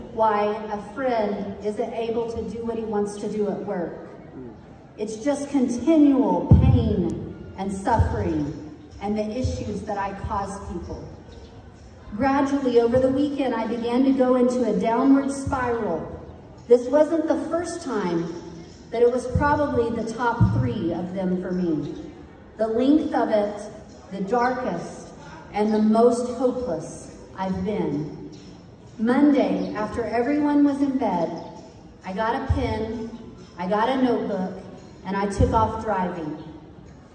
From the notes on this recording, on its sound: Got to spend the morning with the students at Tuba National High School! Shared with these 400 9th-12th grade students.